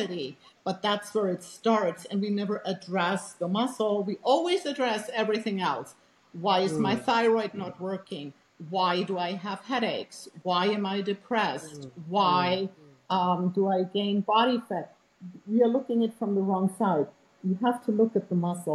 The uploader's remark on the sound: had some challenges with recording this episode, fault's from the video conferencing app, please bear with us!